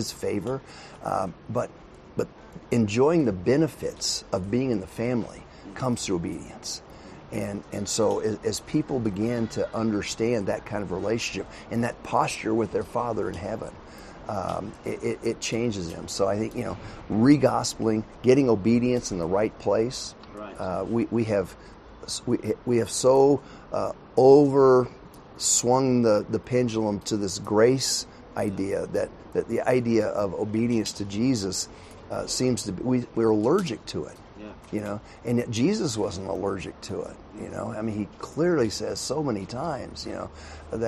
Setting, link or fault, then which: fault, background noise